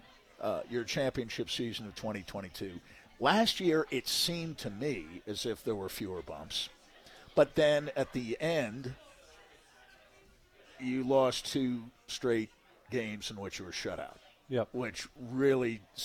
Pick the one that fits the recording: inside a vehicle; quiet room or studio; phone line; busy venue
busy venue